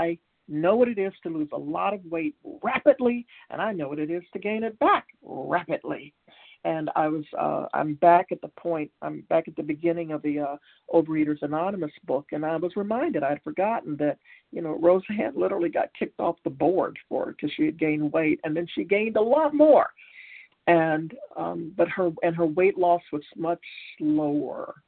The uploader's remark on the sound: Qualification from the 100 Pounders Phone Meeting.